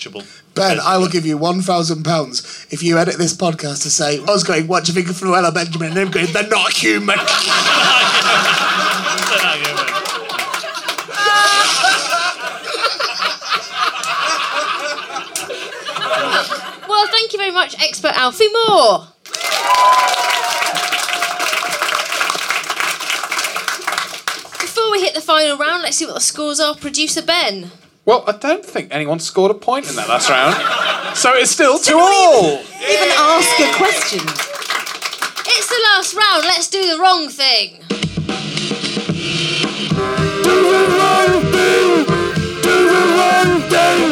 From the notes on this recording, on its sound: the third show from The Pleasance recorded at last years Edinburgh Fringe